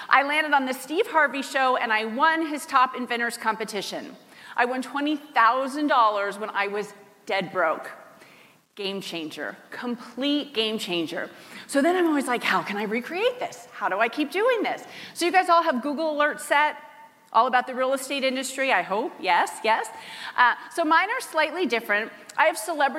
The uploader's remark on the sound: Teaches the audience at the HyperFast Sales Summit how to get PR famous.